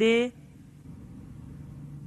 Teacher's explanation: حرف واو از بین دو لب تلفظ می شود و دندان ها در تلفظ آن دخالتی ندارند و باید نازک و رقیق نیز تلفظ شود، مانند او و الله الله خب عزیزان، حالا میخوایم با هم آیات یکم تا دهم سوره مبارکه فتح رو از روی خود قرآن و یا همین آیاتی که در صفحه 72 و 73 کتابتون هست قرائت کنیم.